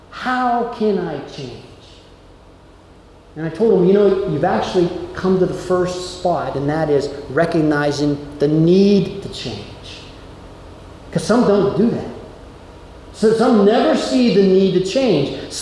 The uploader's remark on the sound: Delivered at Amity UCC in Meyersdale, PA.